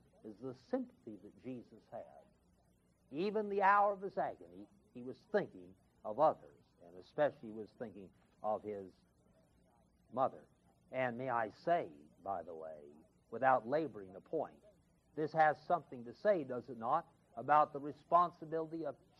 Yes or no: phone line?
no